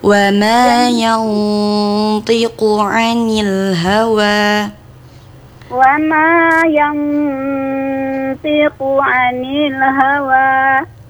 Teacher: Jadi huruf t-nya tuh huruf isti'la. Jadi nun sukun bertemu huruf ta itu agak diangkat. · Term: ikhfa